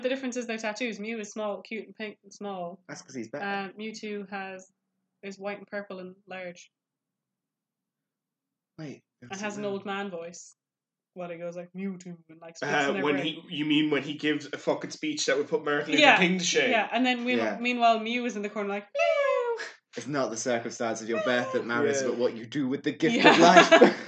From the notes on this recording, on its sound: Disclaimer due to issues with the audio this one isn't the best!